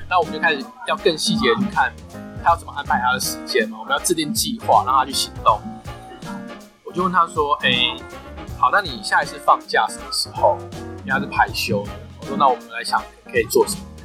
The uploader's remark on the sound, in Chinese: 本集音檔為 2019 年錄製，錄製時收錄較多環境雜音，已降噪處理加上背景音樂